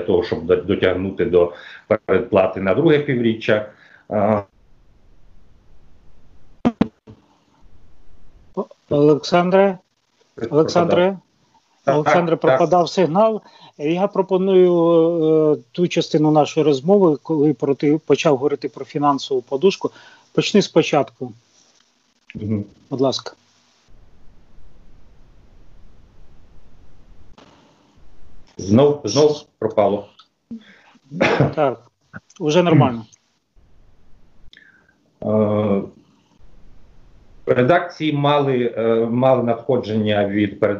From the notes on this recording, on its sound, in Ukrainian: У ході розмови з допомогою skype-зв’язку